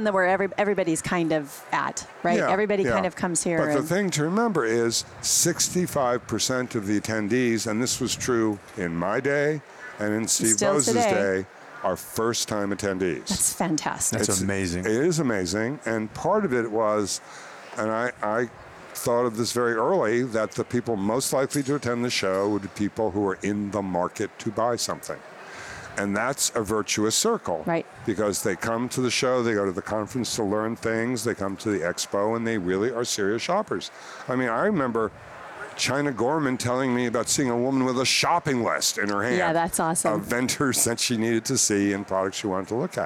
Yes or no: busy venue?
yes